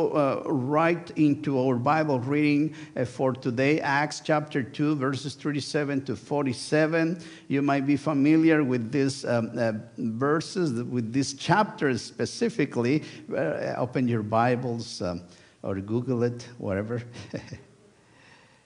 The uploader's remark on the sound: Sunday worship service of First United Methodist Church of Pacoima, recorded live on August 6, 2023. We are located at 12550 Van Nuys Blvd.